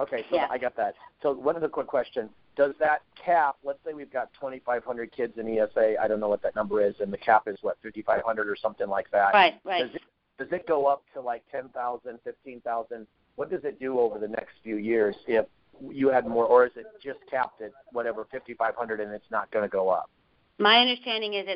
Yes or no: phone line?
yes